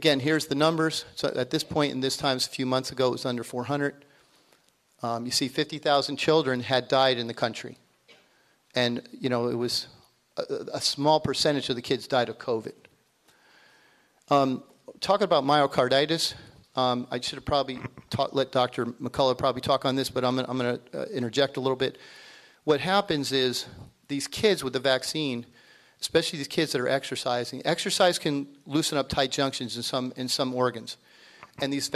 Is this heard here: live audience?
yes